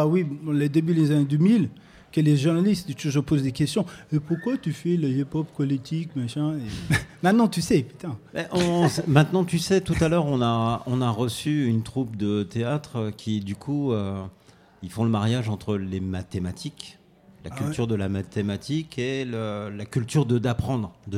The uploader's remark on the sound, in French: Une émission enregistrée en public, au 6b, à Saint-Denis, 6 -10 Quai de Seine, 93200 Saint-Denis. À l'occasion des Portes Ouvertes du 6b.